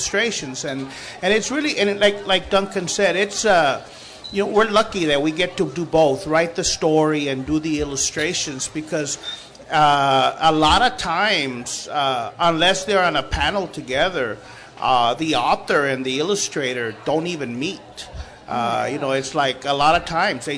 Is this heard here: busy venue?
yes